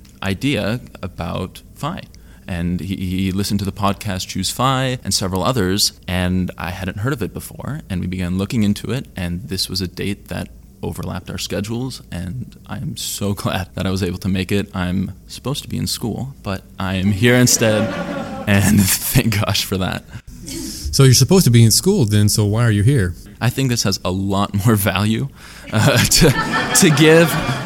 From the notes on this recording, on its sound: Attended CampFi Midwest and recorded in front of a live audience and asked 4 attendees why they attended CampFi.